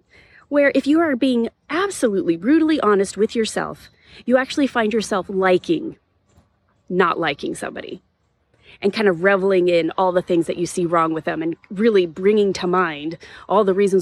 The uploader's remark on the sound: This was recorded on location in a nearby arboretum, so the sound quality may or may not be slightly different than our other episodes. Enjoy the birds and the breeze!